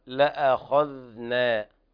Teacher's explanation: لأخذنا المد الطبيعي، وهنا نبين أن الهمز حكمه الترقيق دائما، لأ خصوصا إذا جاورت حرف مفخم مثل الخاء، فلا يقول القارئ لأخذنا، الصواب لأخذنا.